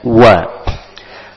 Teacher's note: didahului oleh huruf waw dengan dimonyongkan bibir terlebih dahulu, kemudian ditarik wa